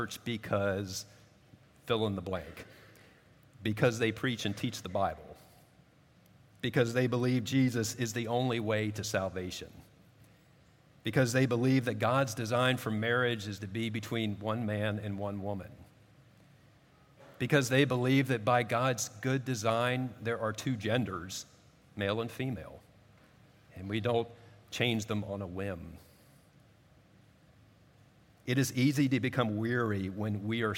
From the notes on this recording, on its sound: At Redeemer Presbyterian Church in Charleston, SC